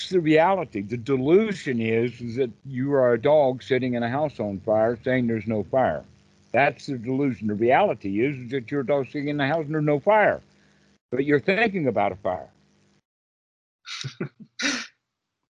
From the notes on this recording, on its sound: skype calls on this channel